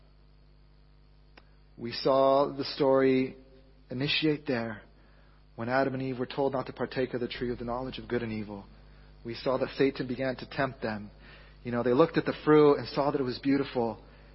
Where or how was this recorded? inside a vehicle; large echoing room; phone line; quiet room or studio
large echoing room